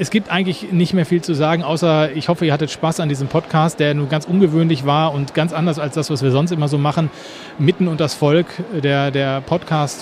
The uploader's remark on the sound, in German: Plantstagram auf der Botanika in Hamm. Sieben Stunden haben wir gequatscht und aufgenommen.